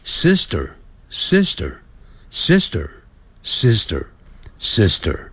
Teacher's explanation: 那个 T 又念成德，像德国的德的音